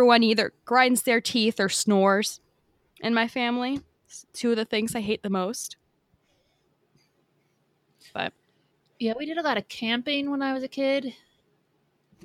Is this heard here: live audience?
no